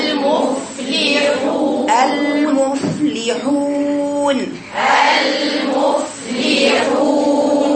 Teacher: اطراف الثنايا العليا مع باطن الشفة السفلى · Term: حرف الفاء